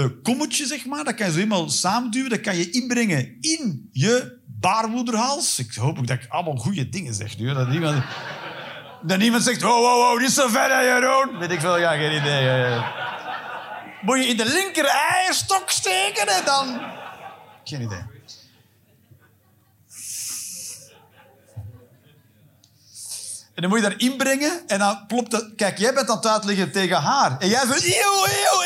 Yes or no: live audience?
yes